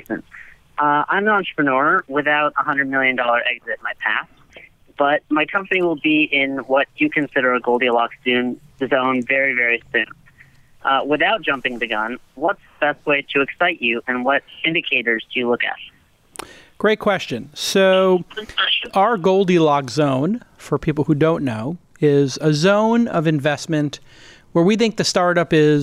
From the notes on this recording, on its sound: Call-In